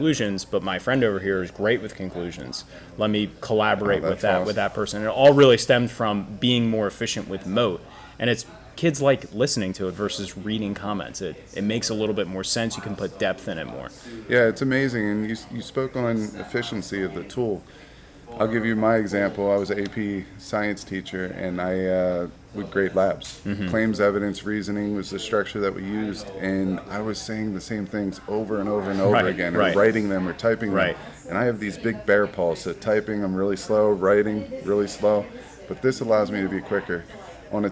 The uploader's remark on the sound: We recorded LIVE at the Teach Better Conference 2022 in Akron, Ohio.